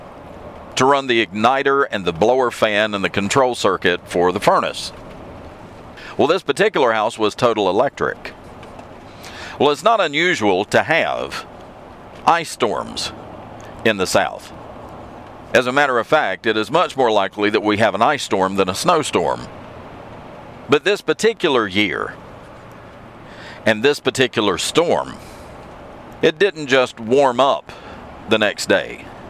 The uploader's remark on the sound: I'm back in the truck for this episode, so please ignore the background road noise.